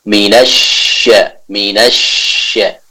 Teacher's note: Tadi yang kami dengar atau suara yang masuk itu masih kurang sempurna dari segi sifatnya. Itu sifat tafasyi, adanya udara yang harus kita leburkan ketika kita membaca huruf shin tersebut.